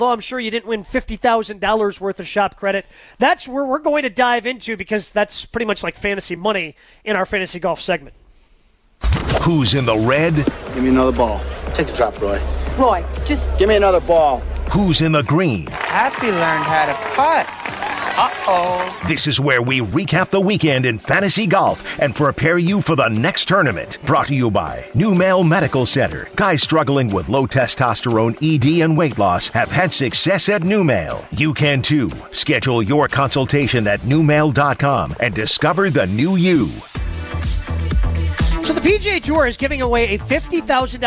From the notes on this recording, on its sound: Live from Fairways of Woodside